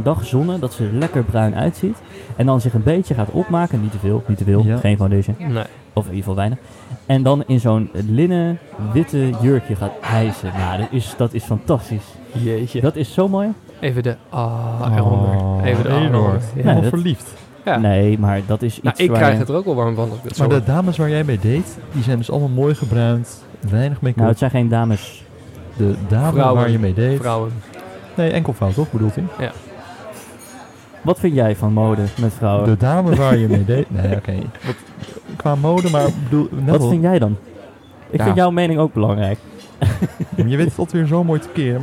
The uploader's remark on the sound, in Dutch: LIVE BIJ DE GOEDE GOOIER.